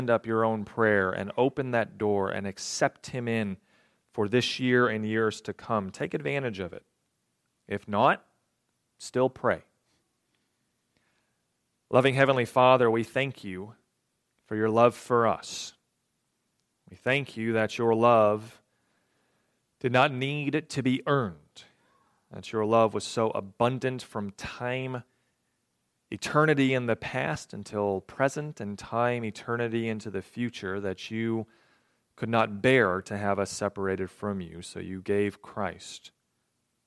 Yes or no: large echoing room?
yes